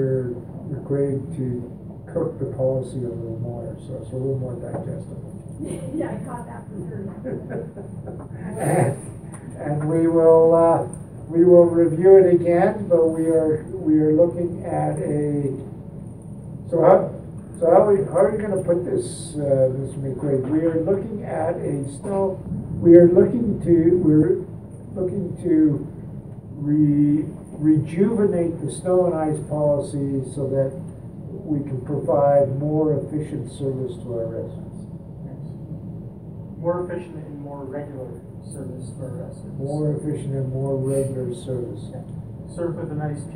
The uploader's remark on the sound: Audio recording of the December 10, 2018 Regular Meeting of Peace River's Town Council.